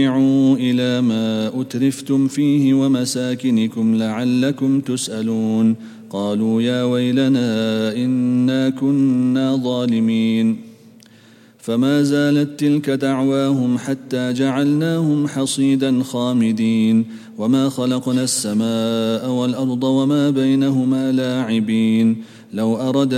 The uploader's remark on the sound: at the Houghton Masjid (West Street)